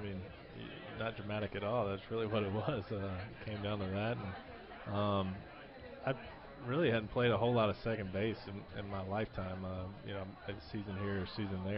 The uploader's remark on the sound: LIVE from PiratesFest on Friday night at PNC Park